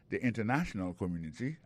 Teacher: accent tombé sur troisième syllabe